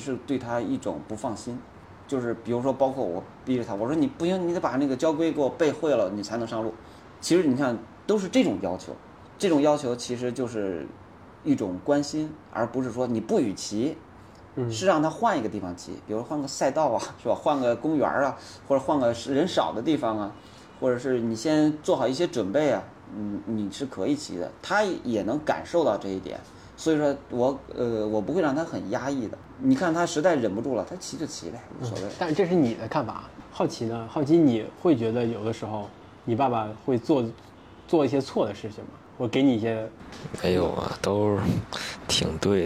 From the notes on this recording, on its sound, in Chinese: 首届“环西自行车赛中国挑战赛·北京昌平”的现场。我们在终点位置等候完赛选手进行采访。